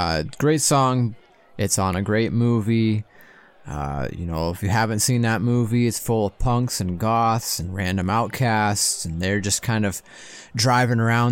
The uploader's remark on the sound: 2022 Monster Bash! LIVE from Castle Dracula